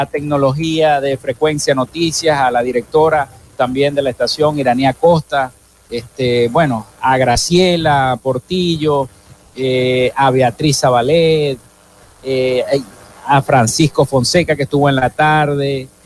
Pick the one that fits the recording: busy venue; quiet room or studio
busy venue